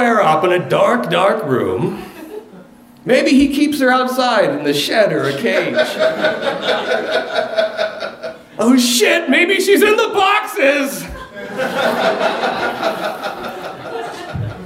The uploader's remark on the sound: Live From Pittsburgh!